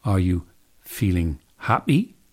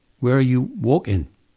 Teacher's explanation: some English dialects, like Geordie, Newcastle in northeast England, use glottal reinforcement for the P and K sounds, as well as for the T sound. You might hear them say, "Are you feeling happy?" Or, "Where are you walking?" What you're hearing in happy is a plosive whose stop stage is a P, but whose release stage is a glottal.